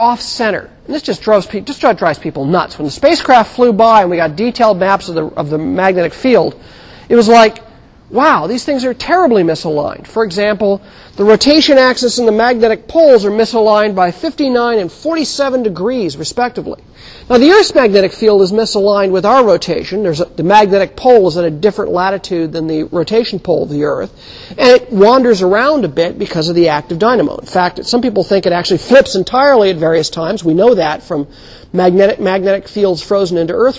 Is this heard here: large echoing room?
yes